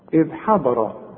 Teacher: هنقول حاء والضاد هي المفخمة مع الراء المفخمة